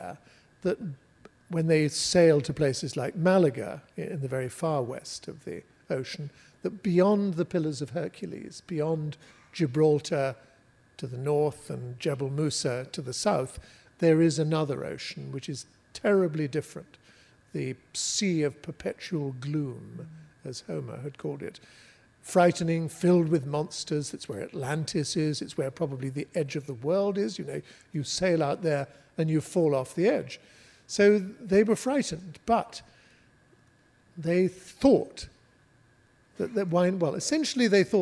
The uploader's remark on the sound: Writers on a New England Stage. Recorded live at The Music Hall in Portsmouth, NH. This archive program may still contain broadcast elements from the time it aired.